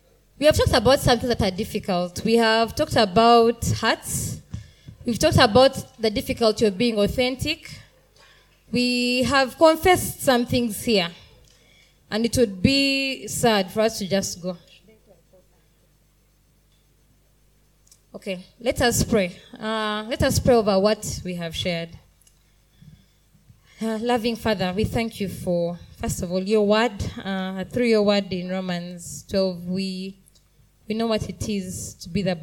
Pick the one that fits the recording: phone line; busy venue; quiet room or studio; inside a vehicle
busy venue